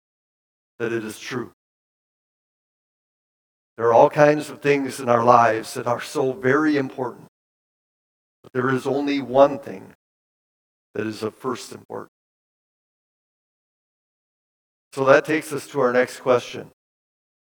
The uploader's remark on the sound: Bethany, Appleton, WI. Preached this sermon at Bethany's Easter Sunday worship on April 9, 2023.